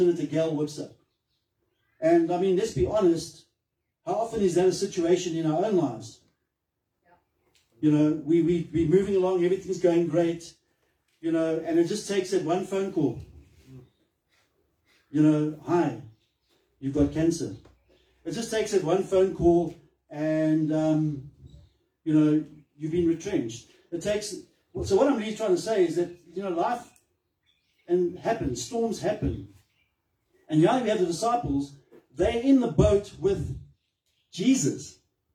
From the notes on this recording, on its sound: Recorded Sunday, 19 March 2023 at Love Beyond in Harveston.